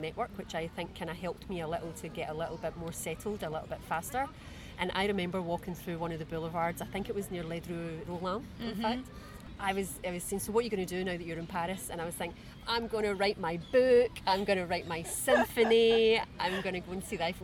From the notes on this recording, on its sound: We recorded this episode on 10 September 2023, at Bois des Vincennes. At Bois des Vincennes.